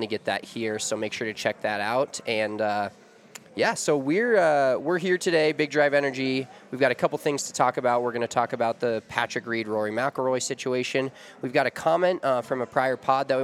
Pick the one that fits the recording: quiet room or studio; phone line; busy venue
busy venue